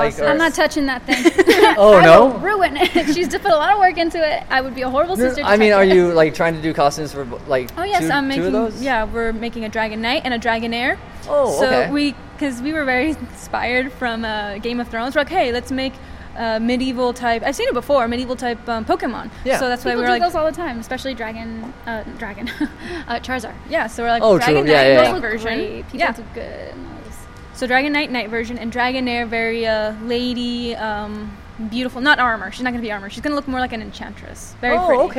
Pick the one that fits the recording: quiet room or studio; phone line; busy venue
busy venue